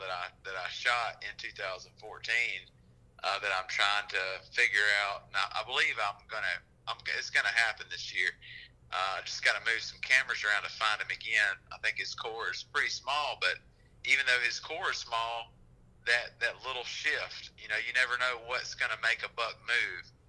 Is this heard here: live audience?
no